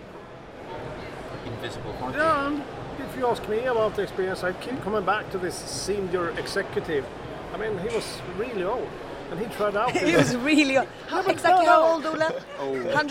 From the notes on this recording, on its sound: Live at Mobile World Congress. At the year's biggest event for the mobile tech industry. Are joined by the team behind Ericsson's massive stand.